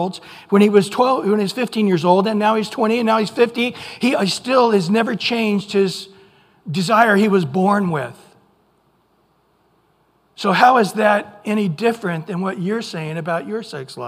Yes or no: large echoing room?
yes